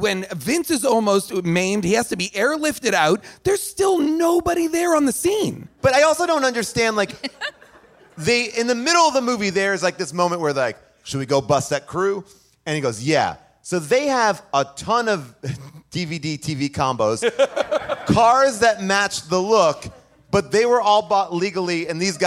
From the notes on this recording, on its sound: LIVE from Largo in LA